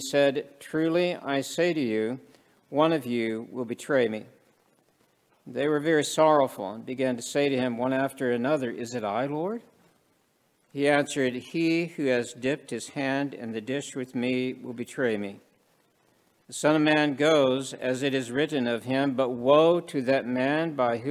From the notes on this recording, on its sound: This sermon was preached at the Maundy Thursday worship service.